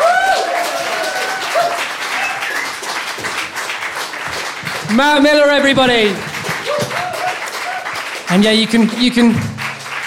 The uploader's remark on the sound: The first of three live recordings from our Tragic Friends live event which took place at the Dogstar, Brixton on the 25th September 2014.